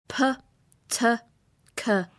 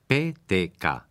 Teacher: Los sonidos españoles PTK se pronuncian sin aspiración y sin explosión · Shown in: second take · no PTK, sino PTK.